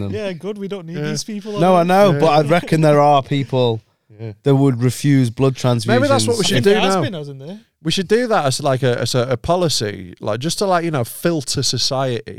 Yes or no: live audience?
no